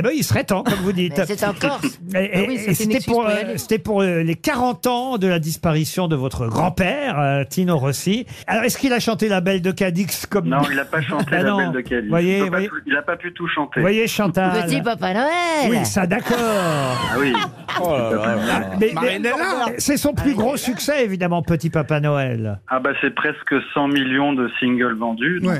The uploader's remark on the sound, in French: Les Grosses Têtes ont eu au téléphone son petit-fils.